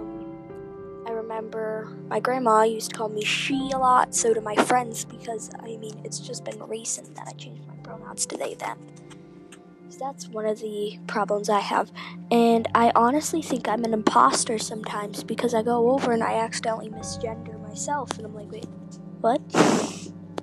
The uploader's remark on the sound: sorry about the buzzing in the background, it’s my headphones